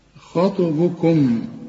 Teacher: الخاء مفخمة والطاء بقى هنقلقلها لأنها من الحروف الخمسة اللي انت عارفهم دول، خطب جد، وكل من في القرآن ساكنة ما تقولنهاش.